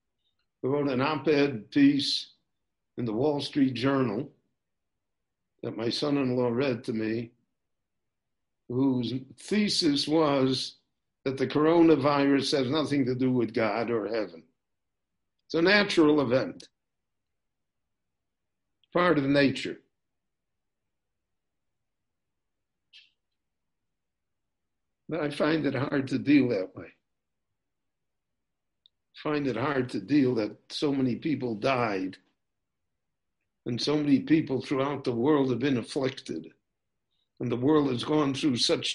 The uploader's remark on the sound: recorded LIVE via Zoom in Jerusalem